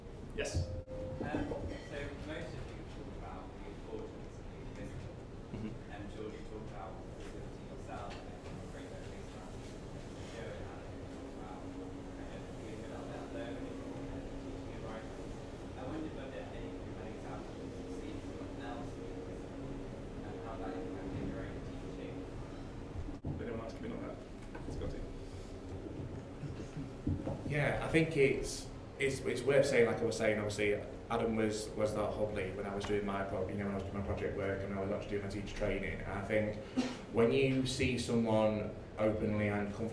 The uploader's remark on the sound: We go to the in-person book launch held in Nottingham earlier this week. You will hear the brilliant panel discussion from the book launch.